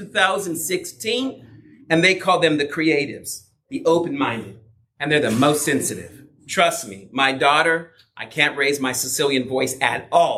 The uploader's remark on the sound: did a breakout session for the 2024 MJAA Southwest Regional Yeshua Conference at the Irvine Marriott in California